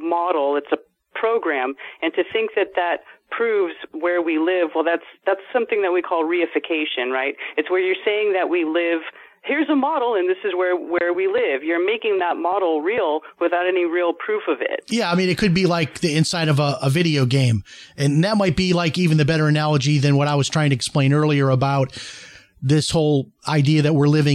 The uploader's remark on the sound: opens up the phone lines and even a former commercial pilot calls